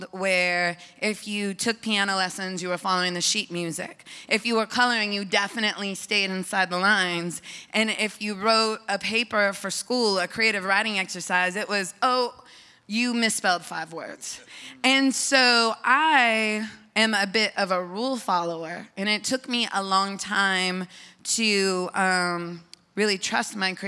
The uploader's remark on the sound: At the conference (on stage) I told people what I was going through and honored my friend.